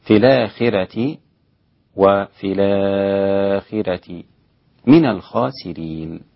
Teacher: تمام، وهو في الآخرة، طبعا النقل مع البدل للإمام ورش والسكت لحمزة وصلا، ووافقه حمزة دون بدل في الآخرة، ورقق ورش الراء زيادة على النقل مع البدل · Term: ترقيق الراء